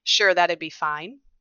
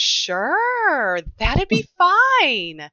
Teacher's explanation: So maybe you'd hear that would be combined into that'd, you know, so you would get sure that'd be fine from a cis male speaker. But a female's going to do so much more with that phrase. You're going to get longer vowels. You're going to get pitch variability. · Shown in: second take · So you'd get, sure, that'd be fine.